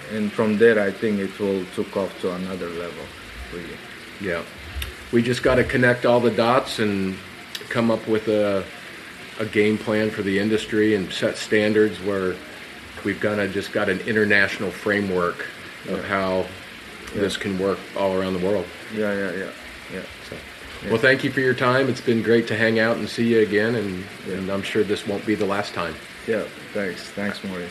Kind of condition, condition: setting, busy venue